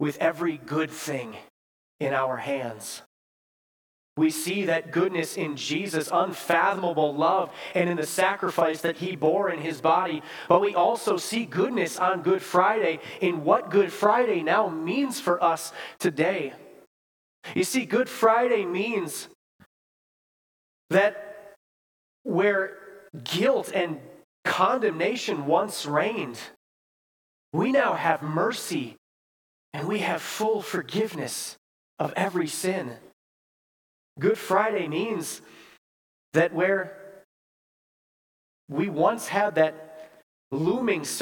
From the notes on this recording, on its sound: Bethany, Appleton, WI. Preached this sermon at Bethany's Good Friday worship on April 7, 2023.